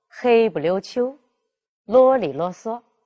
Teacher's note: 这里两个词里边这个不、里都失去了它原有的声调，我们做轻声来读